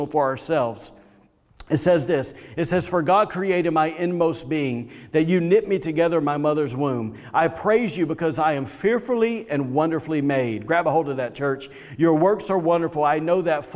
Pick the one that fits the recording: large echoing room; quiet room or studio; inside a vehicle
large echoing room